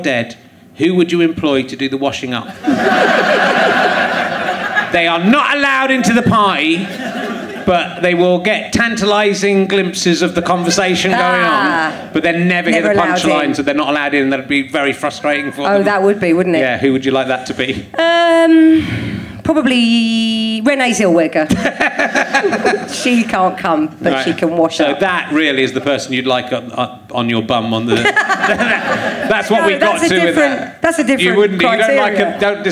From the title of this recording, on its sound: Leicester Square Theatre Podcast